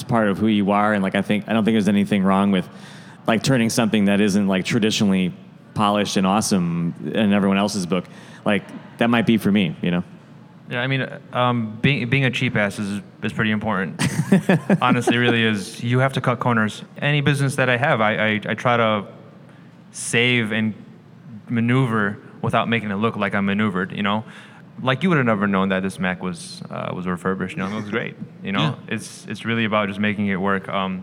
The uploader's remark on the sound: At a panel recorded at Chicago Athletic Association Hotel